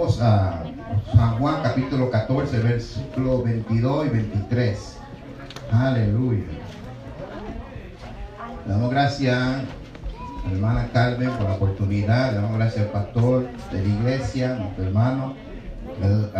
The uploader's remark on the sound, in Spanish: Este audio es una porción de el mensaje predicado en la iglesia de IDP Passaic N,J.